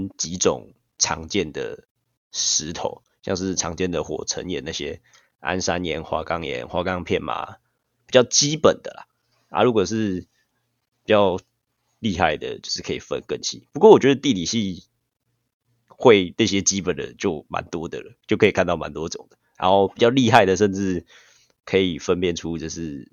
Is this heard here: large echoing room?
no